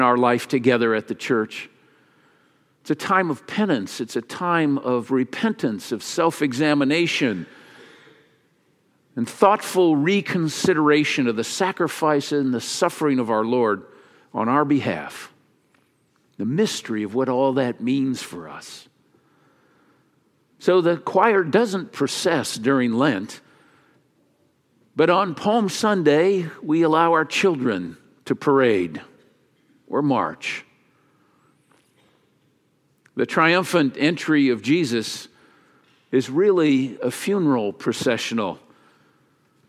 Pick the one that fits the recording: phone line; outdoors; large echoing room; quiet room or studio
large echoing room